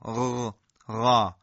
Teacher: حالت جلوی زبان که بالا میاد میبینیم که چگونه ریشه زبان به سمت بالا متمایل میشه · Term: استعلا